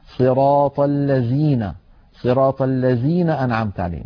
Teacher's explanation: من التحريفات العامية لهذا الحرف قلبه زايا، فكثير من العاميات العربية يقلبون الذال زايا وخاصة في الفاتحة